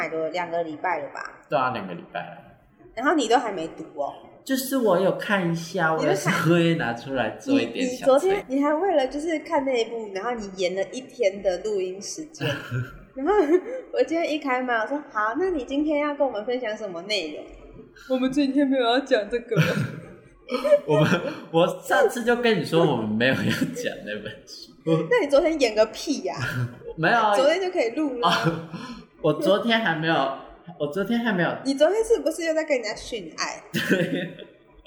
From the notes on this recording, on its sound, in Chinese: 只能遠端錄音ㄉ窩們音質不太好還請大啊多多包容，窩們會盡快改善ㄉ！